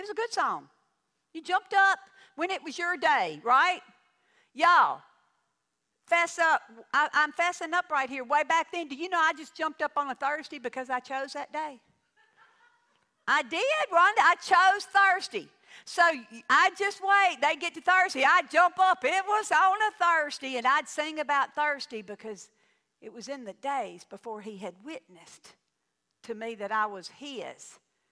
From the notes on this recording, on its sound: The podcast is a tutorial for living in our troubled times and it was recorded at my home church.